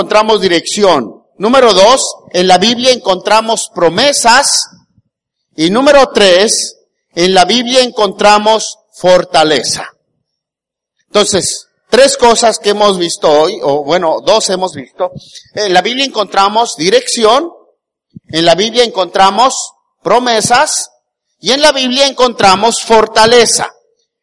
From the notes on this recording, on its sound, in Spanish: Grabada el día 19 de Agosto del 2018 en la Iglesia Bautista el Cristo.